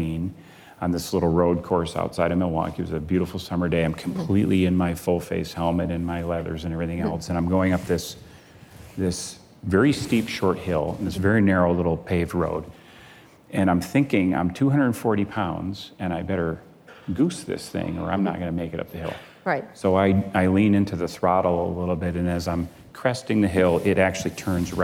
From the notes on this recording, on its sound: Live onstage at the 2019 Code Conference.